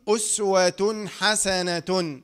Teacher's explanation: تاء تنوين بالضم مظهر قبل الحاء المفتوحة